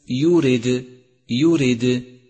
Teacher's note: لاحظ صفة القلقلة لحرف الدال في كلمة يورد يورد، وقد لون بالأزرق الفاتح للدلالة على هذه الصفة، ولكن احذر عند نطقه من أن تتبعه بهمز أي هكذا يورد يورد، والصواب يورد يورد، وحروف القلقلة يجمعها قولك قطب جد.